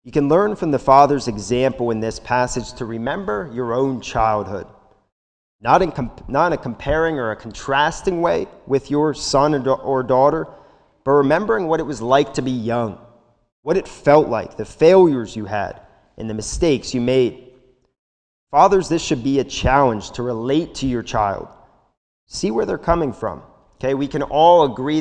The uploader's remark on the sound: This sermon was recorded live at the Lebanon Bible Fellowship Church during the morning service on 6/20/2021